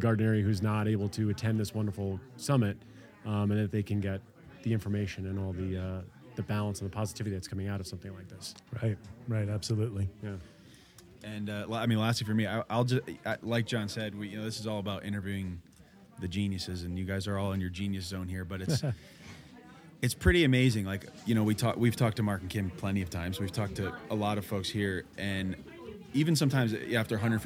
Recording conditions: busy venue